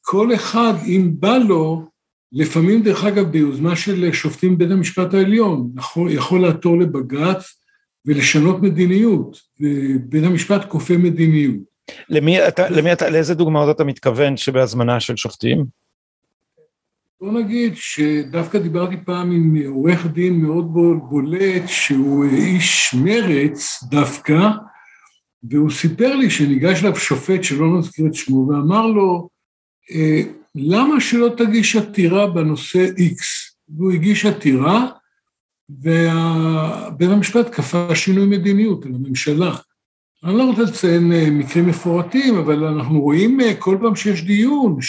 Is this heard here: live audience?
no